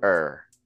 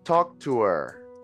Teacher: In the case of her, when we are speaking fluently, we just say er.